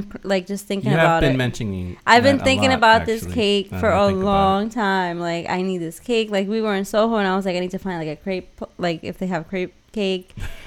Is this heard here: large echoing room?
no